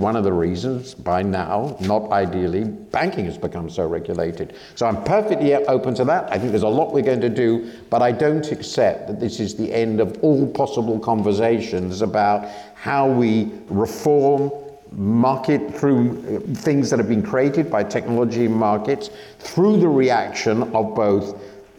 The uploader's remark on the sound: This episode brings you part one of our live event